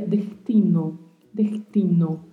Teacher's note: essa letra S ser mais suavizada, não ser pronunciada tão marcada assim